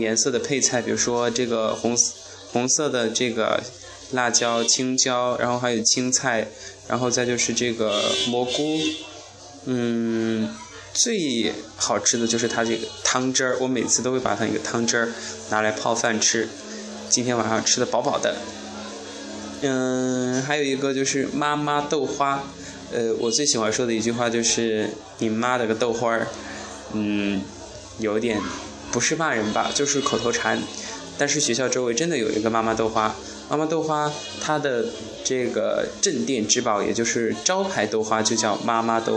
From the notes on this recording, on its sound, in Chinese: 市井声音，现场直播。西苑的锅铲声声。